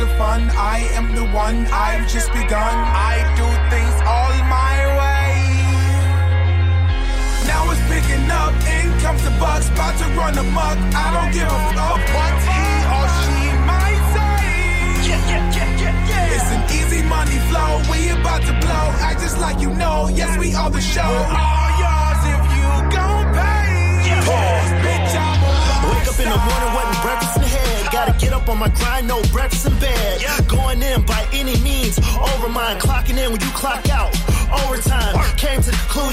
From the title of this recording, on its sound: Live from Pop's